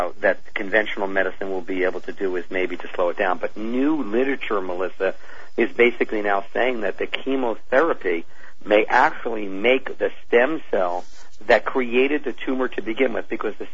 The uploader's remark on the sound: Open Phone Lines. To take calls from listeners.